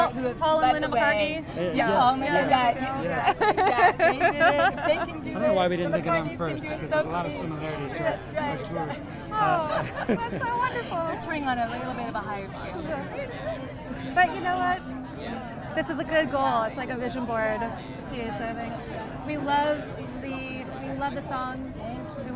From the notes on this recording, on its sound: Live from the Red Carpet at the 2018 Americana Honors & Awards Show